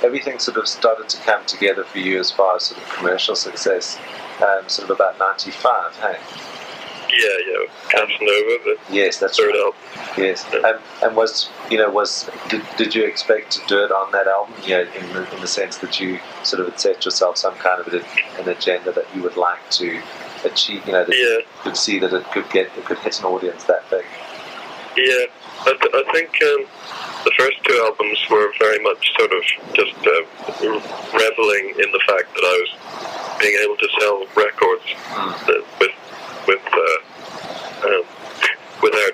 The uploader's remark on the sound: This is that analogue, 1998, recording, warts, and all (apologies).